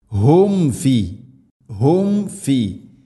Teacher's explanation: ഹും ഫി, ഹും ഫി, സുക്കൂനുള്ള മീമിന് ശേഷം ഫ വന്നാൽ രണ്ട് ചുണ്ടുകൾ തമ്മിൽ തട്ടിച്ച് മീമിനെ പൂർണ്ണമാക്കണം